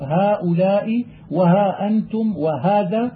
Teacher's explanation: فإذا أتت الهاء وبعدها ألف وجب أن تلفظ بها مرققة غير مغلظة